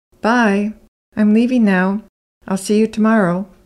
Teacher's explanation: The M and L sounds are barely said aloud, but a native speaker hears them